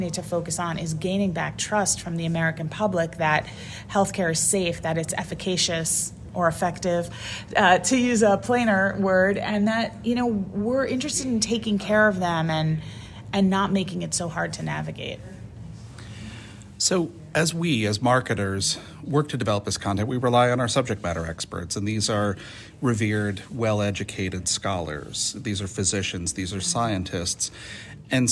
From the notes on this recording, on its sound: on site in Boston for NESHCo’s annual conference